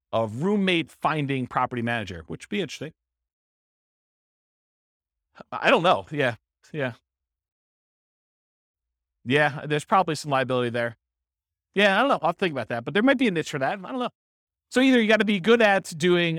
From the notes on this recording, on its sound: This was a live class recorded